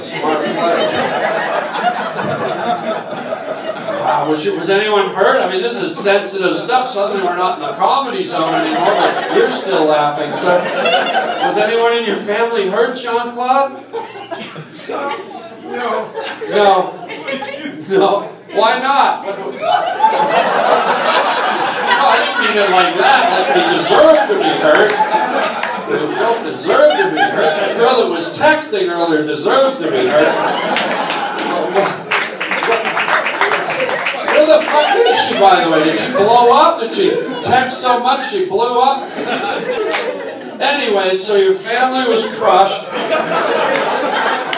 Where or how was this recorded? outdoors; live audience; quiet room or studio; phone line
live audience